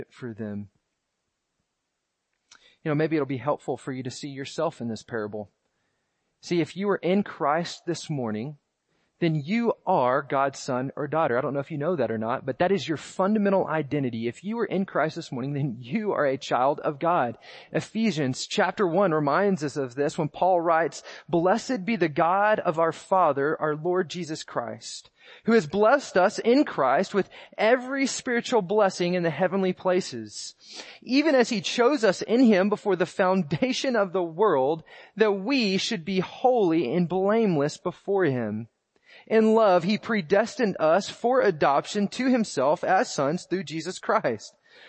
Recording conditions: large echoing room